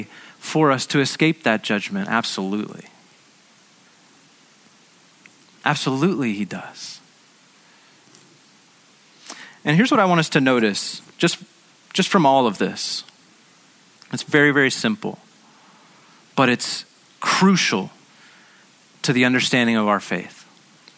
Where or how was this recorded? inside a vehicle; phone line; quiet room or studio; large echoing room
large echoing room